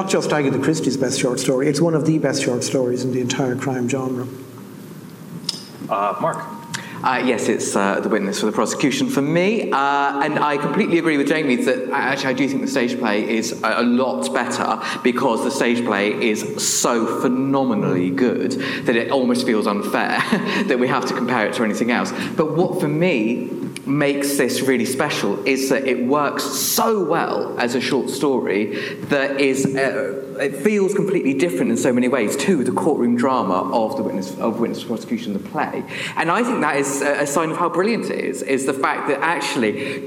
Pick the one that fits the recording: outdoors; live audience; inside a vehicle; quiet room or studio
live audience